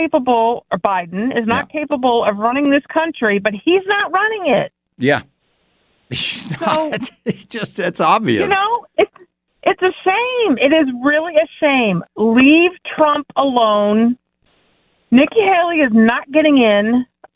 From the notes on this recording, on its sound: You Call In With Your Thoughts. More Call Ins.